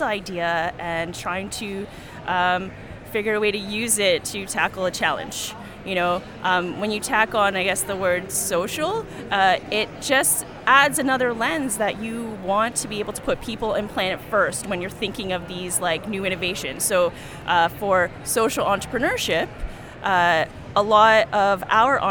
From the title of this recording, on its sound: On location at Collision tech conference in Toronto